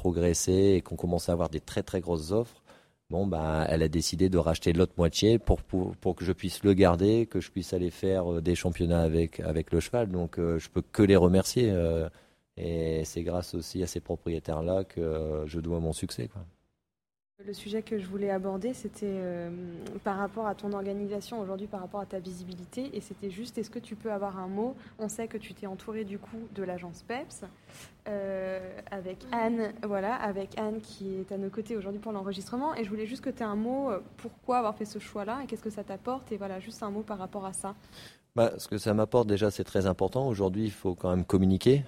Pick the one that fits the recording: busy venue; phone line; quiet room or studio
busy venue